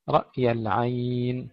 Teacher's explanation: رأي العين، رأي أيضا لا نقلقل الهمزة وإنما نسكنها، والعين فيها مد اللين، لا بد من مدها حركتين على الأقل إذا وقفنا عليها